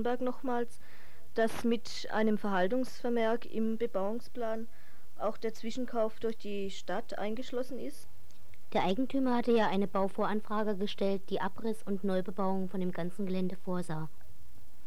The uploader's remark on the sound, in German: RDL Badische Antenne 28.10.1982. Achtung, sehr leise Aufnahme!!!